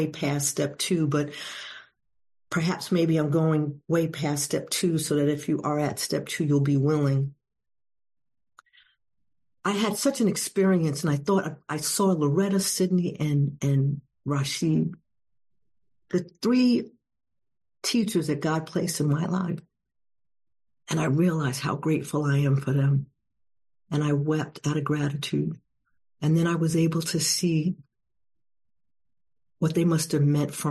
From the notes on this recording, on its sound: at the Addition By Subtraction meeting held on zoom